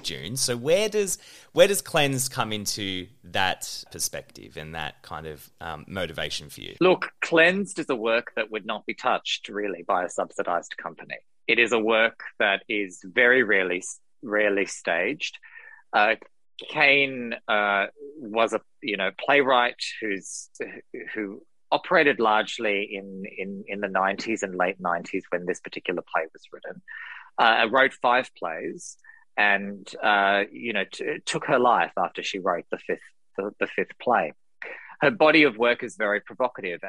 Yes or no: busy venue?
no